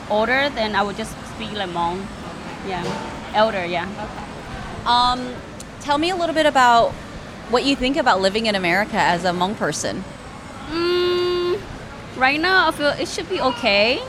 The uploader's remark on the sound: These segments are recorded during peak business hours at the Hmongtown Marketplace in St. Paul, Minnesota, so there is a bit of background noise, but we felt it was an appropriate place to meet and connect with different Hmong folks in our local area.